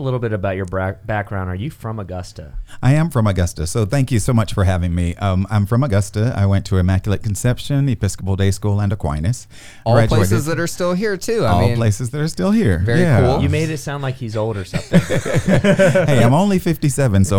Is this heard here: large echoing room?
no